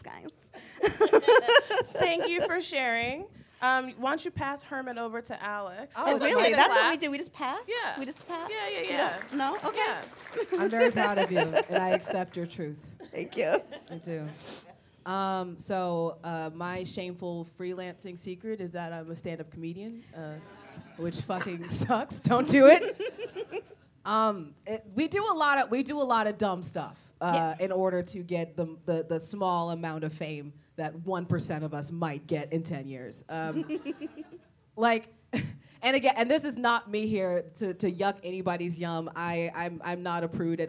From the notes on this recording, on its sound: At our first-ever live show during San Francisco Sketchfest